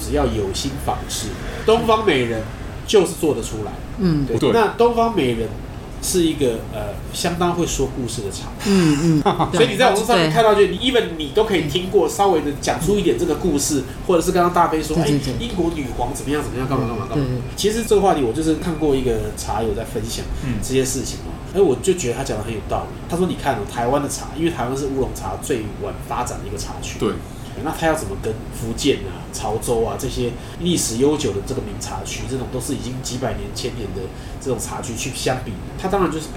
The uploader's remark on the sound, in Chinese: 本集白噪音指數：蚊風級 1/5。一步一步來 土耳其咖啡廳。錄音地點： 一步一步來 - Kopi Ibrik。